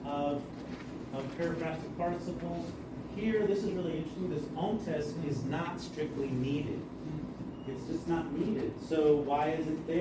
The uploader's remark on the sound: presentation at the "Greek and Hebrew for Life" conference in Louisville, KY (2023)